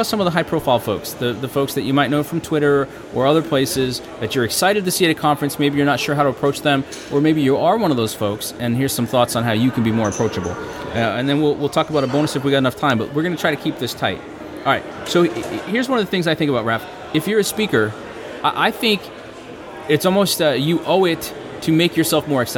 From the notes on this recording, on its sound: live from HTCIA Conference 2015 in Orlando, FL